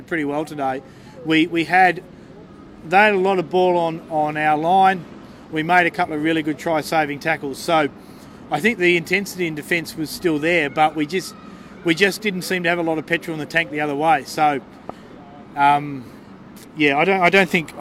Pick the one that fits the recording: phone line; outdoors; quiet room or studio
outdoors